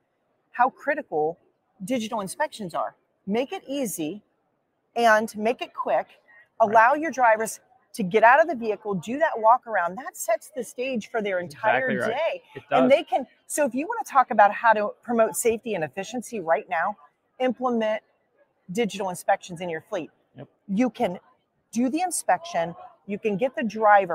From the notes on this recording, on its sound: we are live from the showroom floor at NAFA 2023 in Baltimore